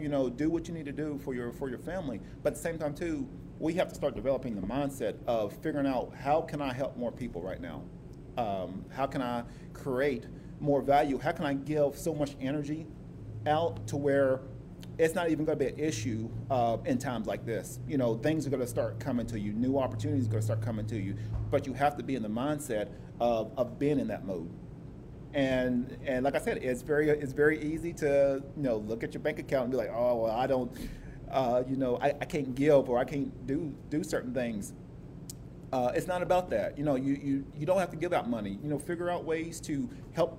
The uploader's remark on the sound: This episode was a previously recorded FB Live Video at the local restaurant The Breakfast Mug in Oceanside, California. Practicing some social distancing so I was the only one in there.